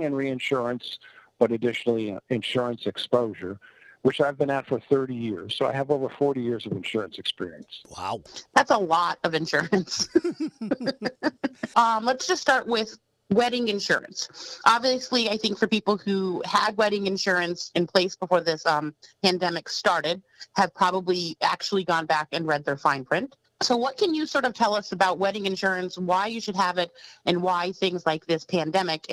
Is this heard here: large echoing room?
no